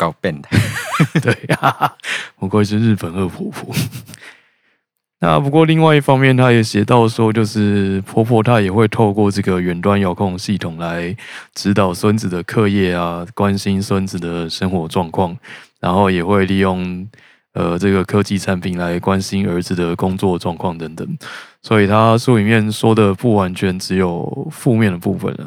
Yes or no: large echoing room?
no